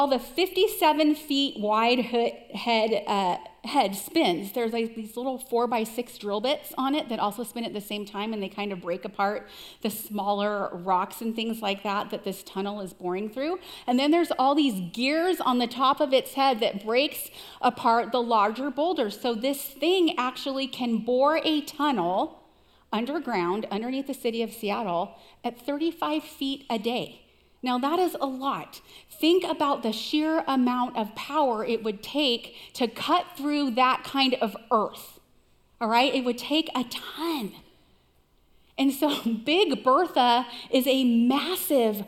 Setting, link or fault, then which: setting, large echoing room